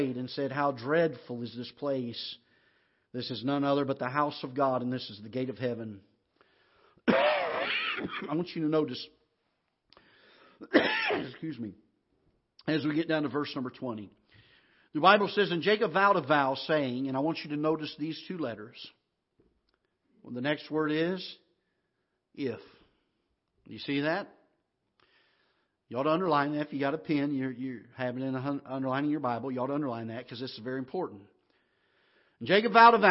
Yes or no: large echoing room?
yes